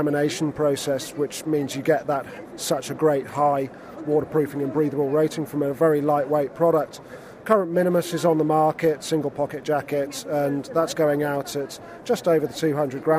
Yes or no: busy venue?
yes